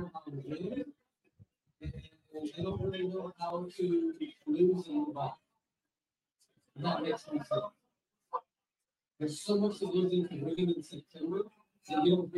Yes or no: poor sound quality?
yes